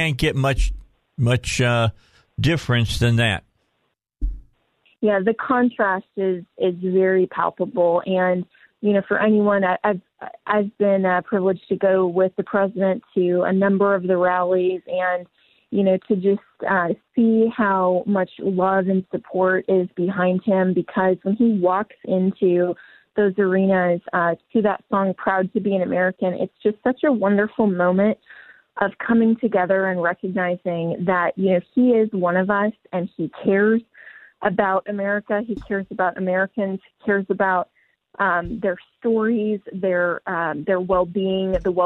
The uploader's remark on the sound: Called in for a short time. Finished off the show in the studio.